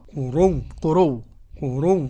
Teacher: يعني يبدل الهمزة واوا ويدغمها · Term: إبدال الهمزة وإضغامها